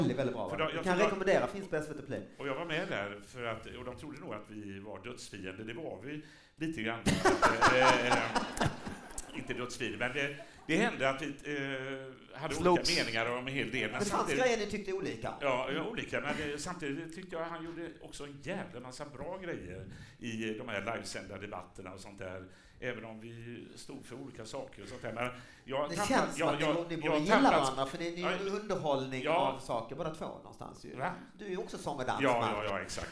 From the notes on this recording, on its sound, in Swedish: Live i Göteborg!